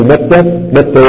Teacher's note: فإن كان يمكن إمالته فهتقلب الألف التي في ياء كما في متى · Term: الإمالة